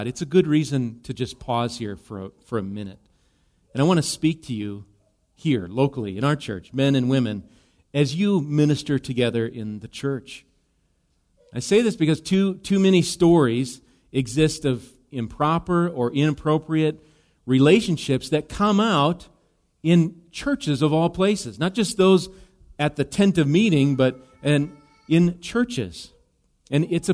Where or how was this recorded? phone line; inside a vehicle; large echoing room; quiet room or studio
large echoing room